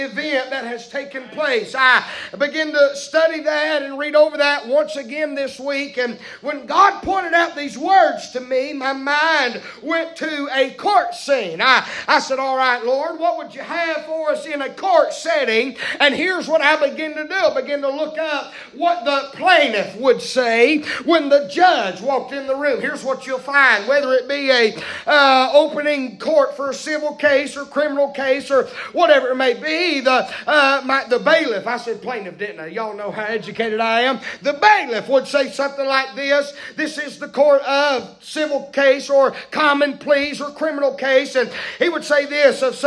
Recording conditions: large echoing room